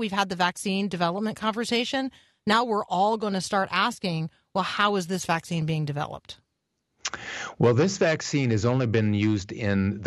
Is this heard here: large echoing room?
no